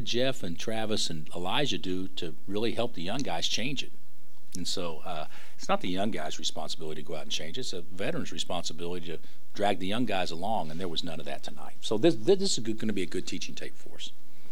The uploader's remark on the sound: Press Conferences & Post-Game Interviews